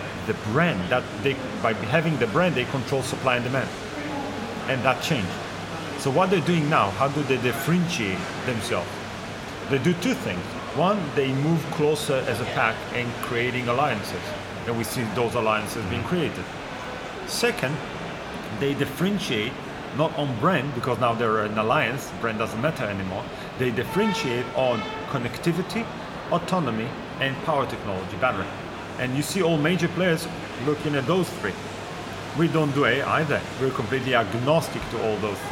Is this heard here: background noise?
yes